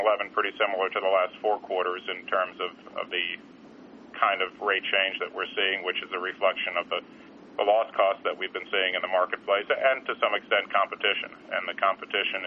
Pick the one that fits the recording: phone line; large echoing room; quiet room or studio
phone line